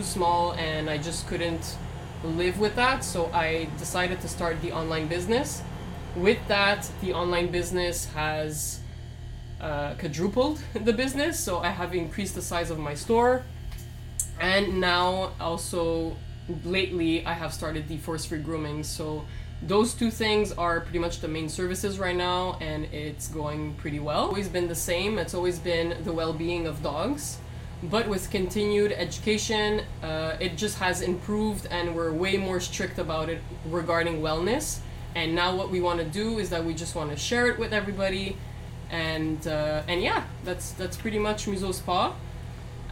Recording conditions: sounds in the background